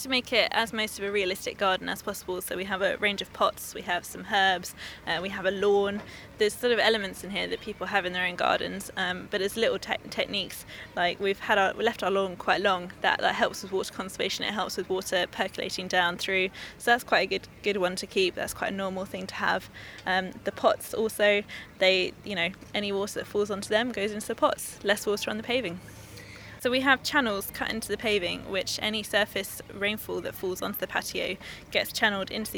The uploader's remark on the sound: This week's edition comes from the RHS Hampton Court Palace Flower Show. In the RHS Kitchen Garden.